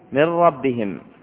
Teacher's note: ومن أمثلة الإدغام بغير غنة مما أورده المصنف قوله من ربهم، فحينئذ تدغم النون الساكنة في الراء بدون غنة في مذهب جمهور أهل الأداء